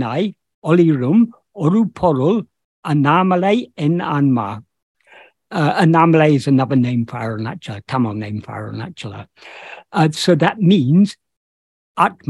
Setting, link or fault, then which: link, video call